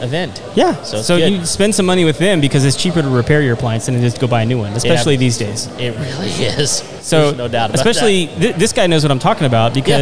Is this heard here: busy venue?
yes